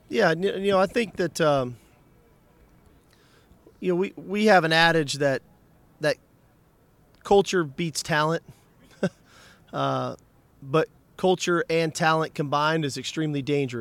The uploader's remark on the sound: speaks at Sugar Bowl Media Day